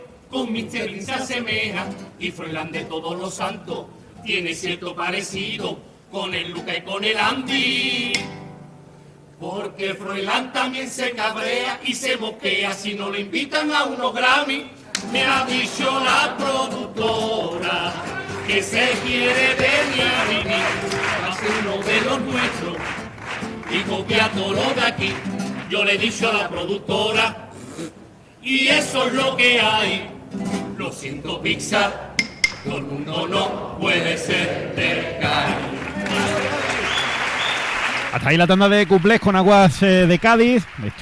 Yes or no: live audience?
yes